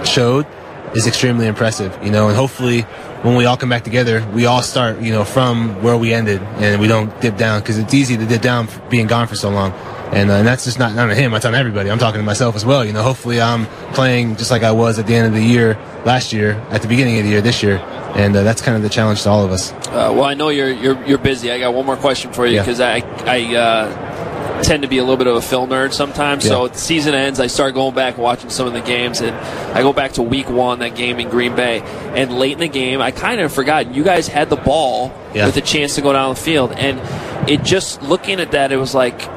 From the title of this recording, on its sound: Live From Radio Row Day 4